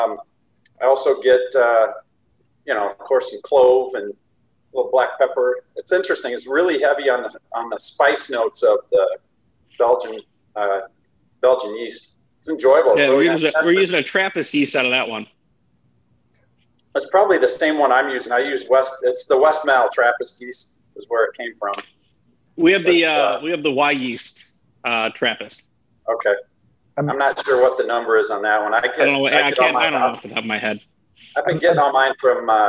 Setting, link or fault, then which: link, video call